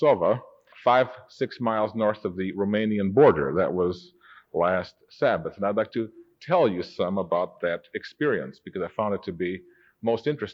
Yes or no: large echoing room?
yes